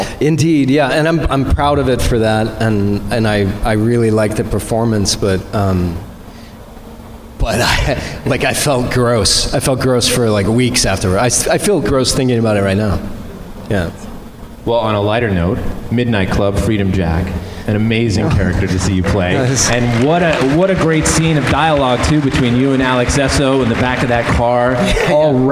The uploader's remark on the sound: our panel at Midsummer Screams’ SEASON’S SCREAMINGS that went down at the Pasadena Convention Center